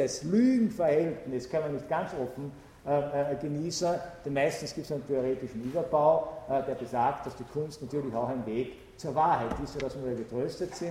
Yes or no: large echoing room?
yes